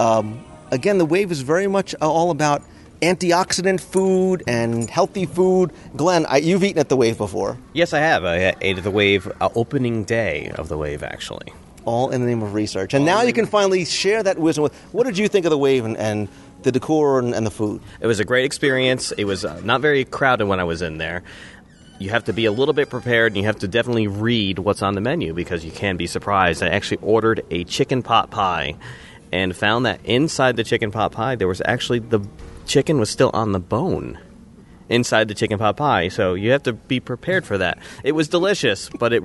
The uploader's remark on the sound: We recorded our recap of the week live from Disney’s Animal Kingdom Lodge. I’ll play our live reviews from the promenade as we review samples from each Wonderland kiosk at Epcot’s International Food & Wine Festival.